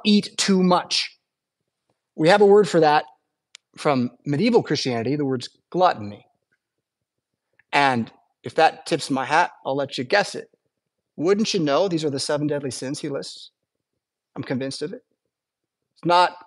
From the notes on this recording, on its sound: Preached at St Paul Lutheran Church , Rockford, Illinois on Sunday December 3rd, 2023.